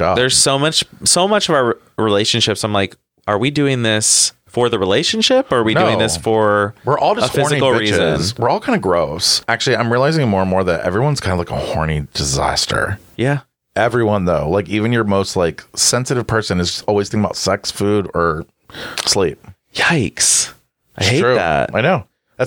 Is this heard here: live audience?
no